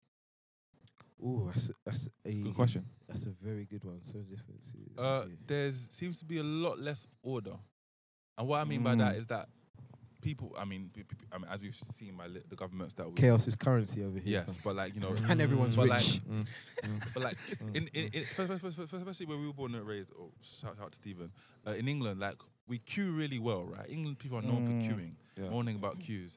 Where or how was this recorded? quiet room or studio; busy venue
busy venue